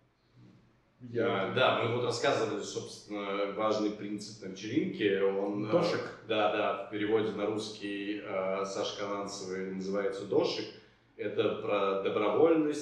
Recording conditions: echo